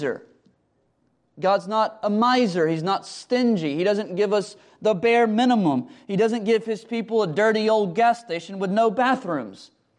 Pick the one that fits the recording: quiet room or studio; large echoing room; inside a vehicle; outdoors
large echoing room